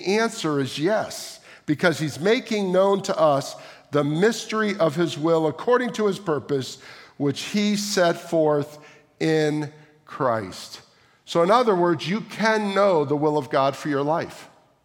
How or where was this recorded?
large echoing room